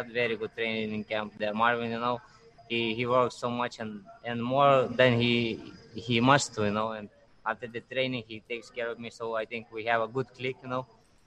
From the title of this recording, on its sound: Post fight media conference